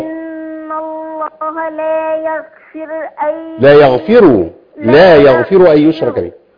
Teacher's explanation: بتخلي الهاء مش موجودة أصلاً بتاعت اسم الجلال